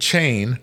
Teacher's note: the initial ch sound in chain is actually an affricate, meaning it's the combination of two separate sounds pronounced as one. Ch is actually the sound of a T, t, and the sh, sh, and shu pronounced as a single sound.